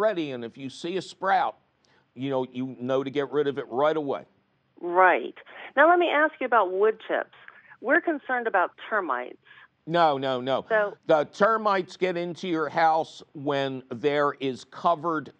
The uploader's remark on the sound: Your fabulous phone calls!